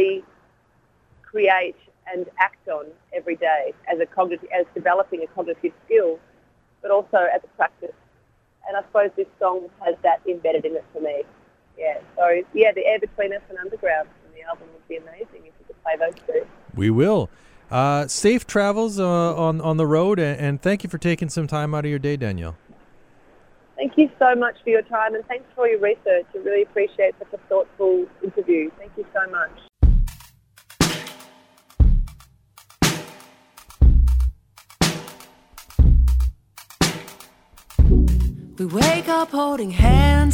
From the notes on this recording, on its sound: by phone